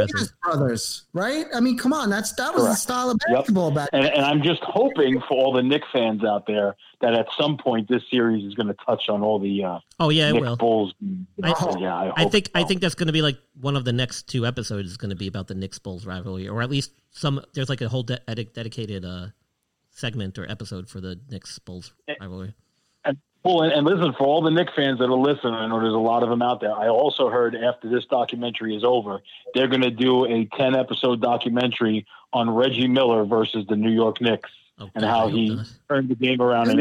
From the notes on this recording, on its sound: a guest call in from "The Tuesday Night Delight"!